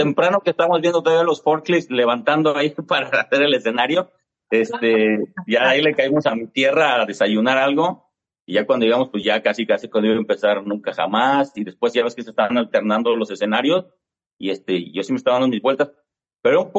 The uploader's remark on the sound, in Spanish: Entrevista a través de zoom